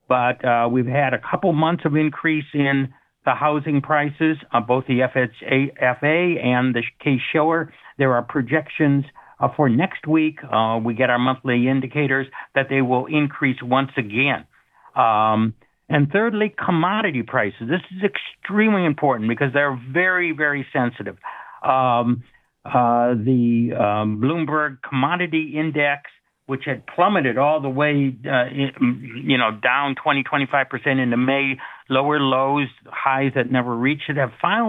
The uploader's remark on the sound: calls in live from his cruise